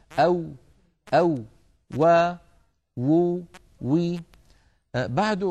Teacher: حرفنا الأخير اليوم هو حرف الواو. الواو كما نعلم يا إخوة حرف يخرج من الشفتين ويصاحب ذلك تذبذب للوترين الصوتيين في الحنجرة